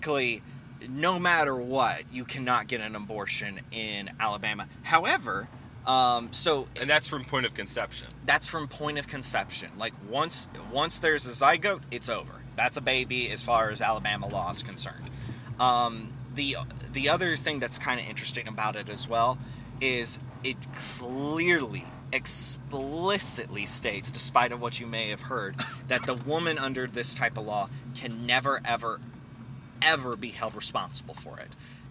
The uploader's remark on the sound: in the car this week